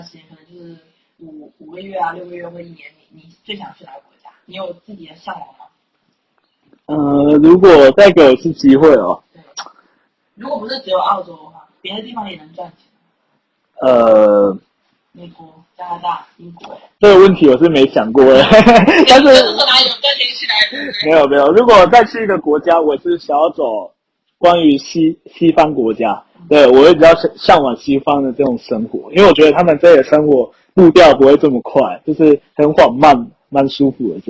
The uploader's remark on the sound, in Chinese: 收音不好請見諒